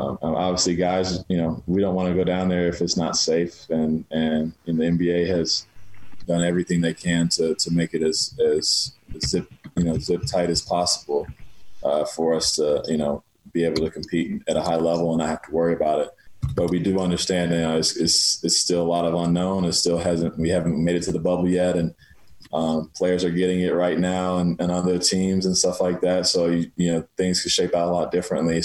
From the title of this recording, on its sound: Zoom Media Teleconference